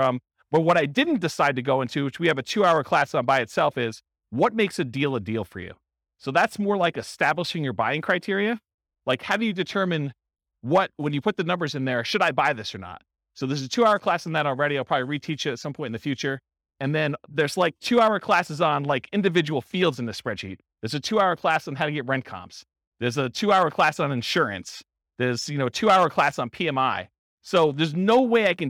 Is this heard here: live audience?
yes